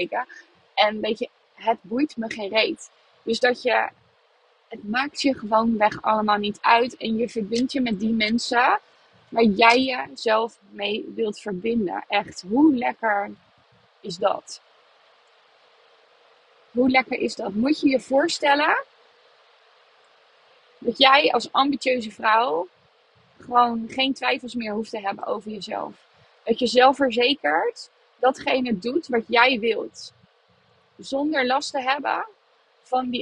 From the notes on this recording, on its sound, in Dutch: deze podcast opgenomen vanuit de auto